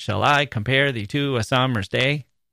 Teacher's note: It's a question. Our voices lift at the end. And the word day opens up that long A sound, a hopeful opening, just like that acoustic guitar.